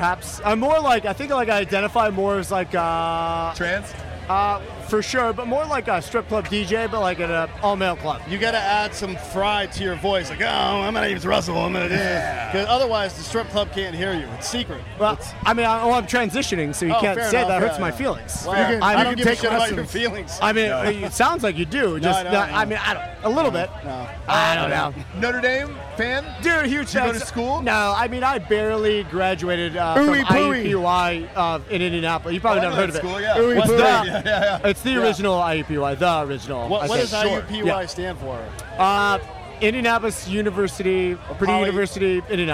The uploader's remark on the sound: live from Notre Dame raging with listeners